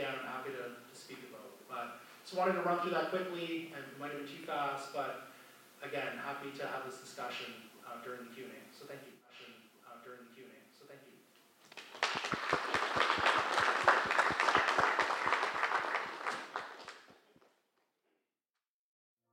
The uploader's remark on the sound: Recording from the Parkland Institute's Fall 2022 Conference. At the University of Alberta.